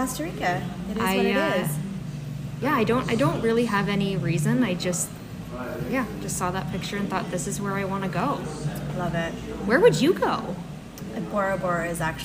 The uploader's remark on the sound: Raw and unedited episode we recorded over lunch in a small restaurant close to home for us both called "The Country Cabin" in Shelburne, Ontario, Canada.